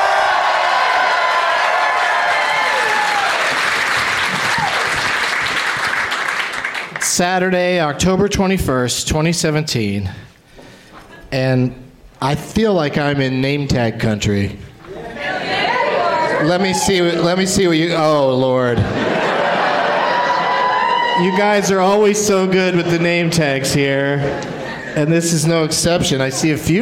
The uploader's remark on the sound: Live from Goodnight's Comedy Club in Raleigh